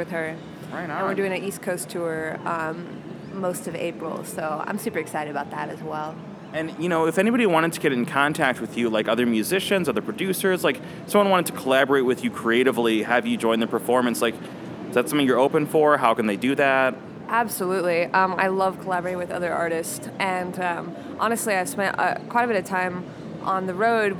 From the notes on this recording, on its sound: Recorded at SXSW 2016